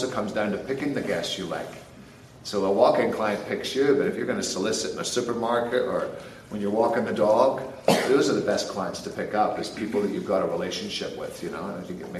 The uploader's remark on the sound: LIVE FROM KCS GATHERING 2019